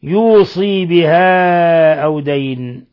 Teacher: وقرأ الباقون بكسر الصاد وياء بعدها